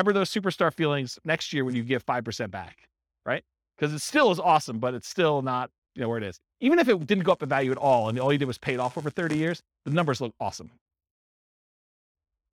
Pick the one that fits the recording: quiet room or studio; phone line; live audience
live audience